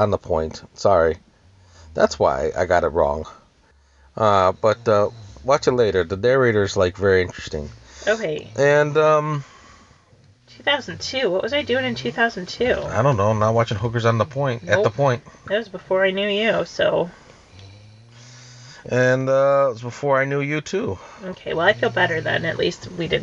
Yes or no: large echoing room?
no